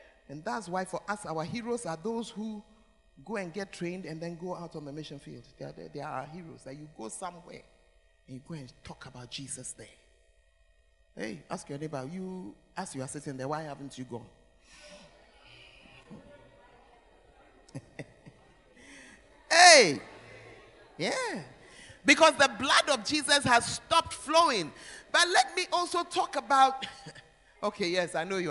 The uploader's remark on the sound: Preached at First Love Center; Ayeduase